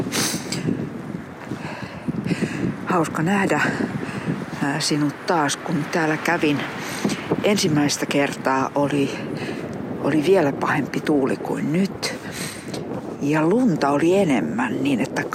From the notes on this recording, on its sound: a series of conversations in Finnish recorded with a pine tree on the shore of Mustikkamaa Island in Helsinki in 2024